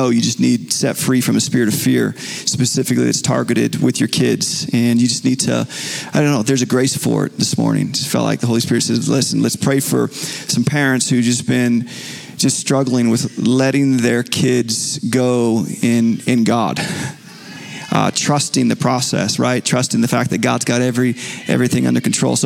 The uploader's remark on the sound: Recorded Live at Capital Church in Meridian, Idaho